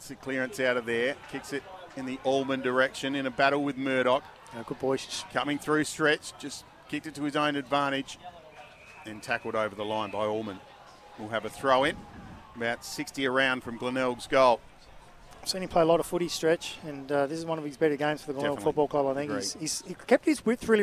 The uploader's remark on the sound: The Eagles take on the Tigers at Maughan Thiem KIA Oval in front of a big crowd and it's an absolute thriller!